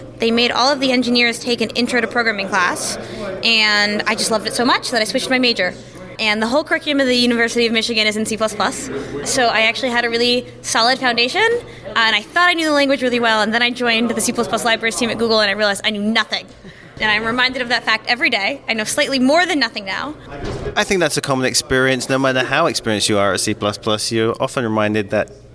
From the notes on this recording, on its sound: Record live from CppNorth 2023 in Toronto, Canada. Interview more speakers and attendees from the conference!